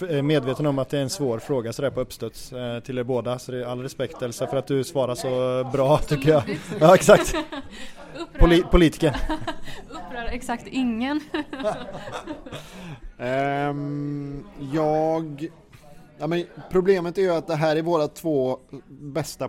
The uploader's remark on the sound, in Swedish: Lyssna på vår goa, röriga podd, live on tape från krogen.